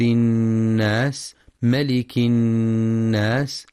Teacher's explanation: وينتبه القارئ للغنة في النون المشددة من كلمة الناس فهي أكمل ما تكون، مع بيان صفة الهمس والصفير في السين